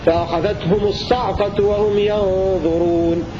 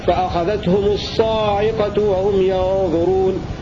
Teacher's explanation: بحذف الألف وسكون العين · Shown in: first take